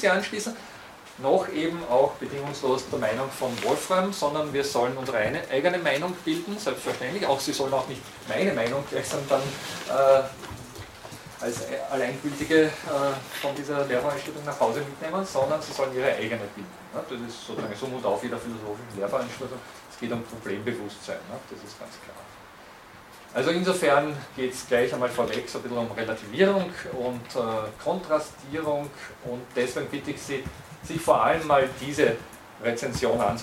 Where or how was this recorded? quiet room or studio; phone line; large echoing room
large echoing room